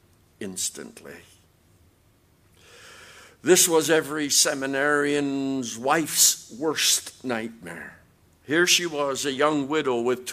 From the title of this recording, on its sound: QTC Chapel Service